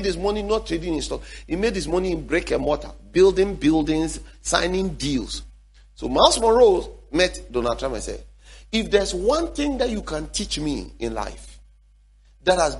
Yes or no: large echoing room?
yes